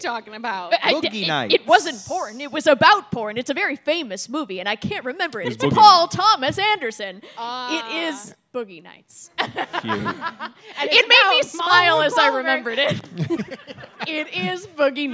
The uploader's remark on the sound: LIVE at the New York Comedy Festival!